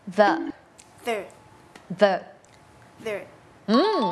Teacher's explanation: คือวางที่เดิมเลยคือลิ้นอยู่ระหว่างฟันบนกับฟันล่าง · Term: เสียง voice